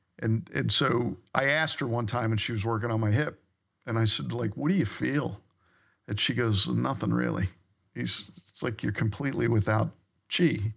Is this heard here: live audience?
no